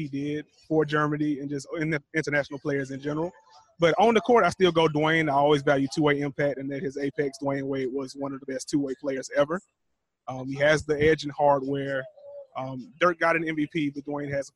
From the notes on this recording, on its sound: LIVE from All-Star Weekend Special. Live at All-Star weekend in Charlotte.